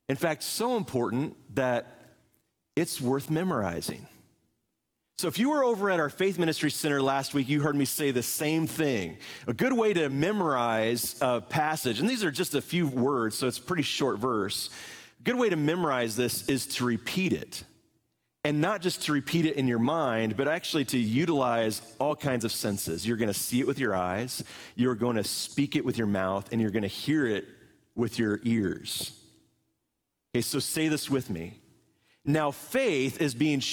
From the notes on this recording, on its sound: Live from our Celebration Ministry Center